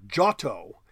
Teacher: It's more Giotto. The G-I, the I merges into the O in Italian, so after the G, so it becomes Giotto, with the emphasis on the first syllable.